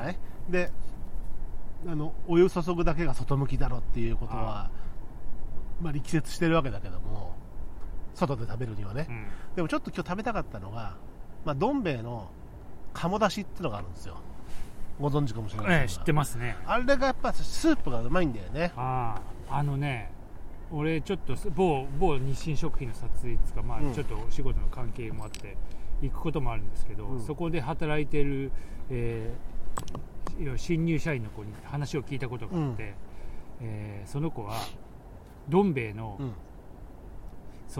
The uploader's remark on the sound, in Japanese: いつもの水辺で収録です